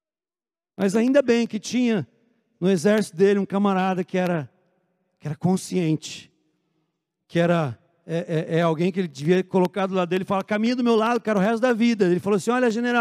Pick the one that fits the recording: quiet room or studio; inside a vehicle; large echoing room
large echoing room